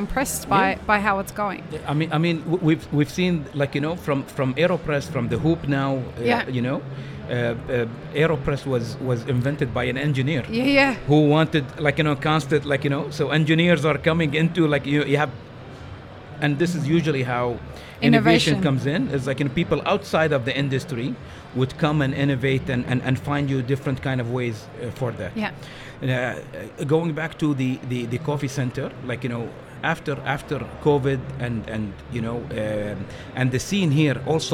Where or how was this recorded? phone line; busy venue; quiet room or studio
busy venue